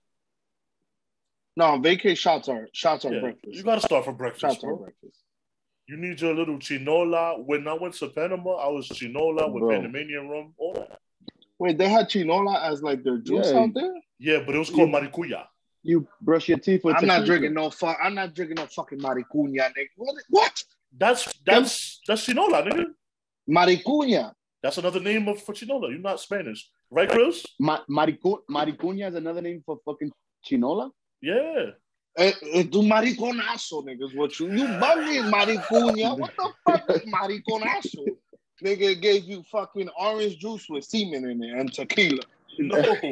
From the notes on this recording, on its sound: With the zoom vibes this week. We apologize we are working on a permanent spot at the studio.